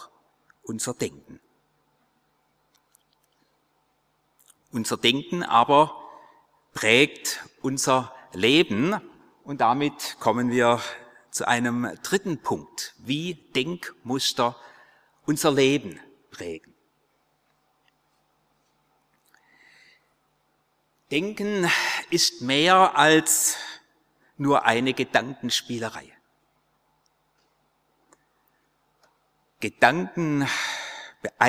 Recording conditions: large echoing room